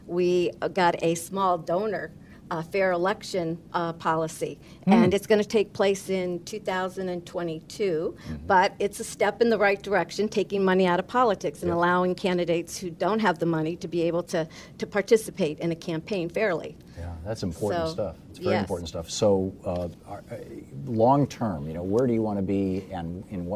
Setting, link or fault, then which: setting, busy venue